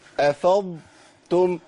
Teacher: لو قلت افضتم يبقى انا ادغمت الضاد في التاء ادغاما كاملا، لازم ابين رخاوه الضاد. وطبعا الضاد الساكنه دي صعبه جدا، لان حتى العلماء قالوا ان الضاد من اصعب الحروف نطقا، بل هي اصعب حرف في حروف الهجاء، حتى سميت اللغه العربيه بلغه الضاد لصعوبه نطق الضاد.